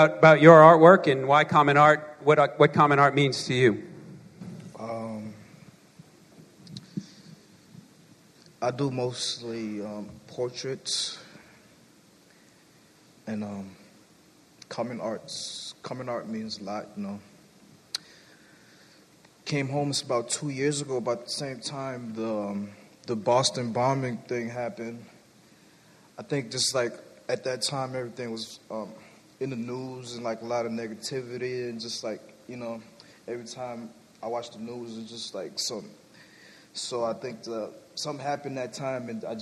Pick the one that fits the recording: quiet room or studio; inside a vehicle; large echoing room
large echoing room